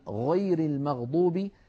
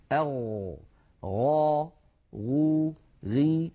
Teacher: أولا الغين مجهورة، والغين رخوة، والغين مستعلية، وكما أنها منفتحة.